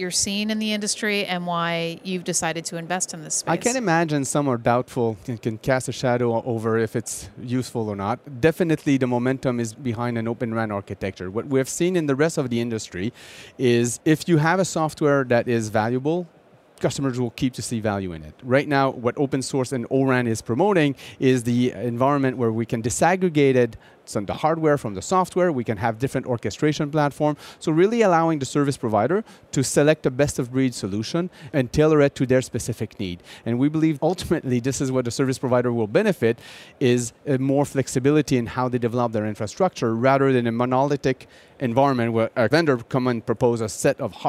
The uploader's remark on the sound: joins Intel Chip Chat Network Insights from the Mobile World Congress in Barcelona